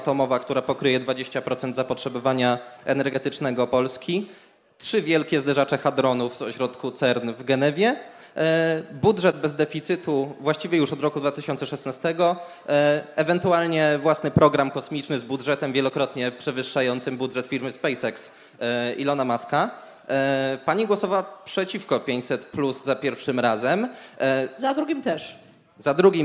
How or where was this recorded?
live audience